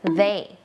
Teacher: ให้มันมีสั่นกว่าเดิมนิดนึงมันจะเหมือนดอเด็กบวกฟอฟัน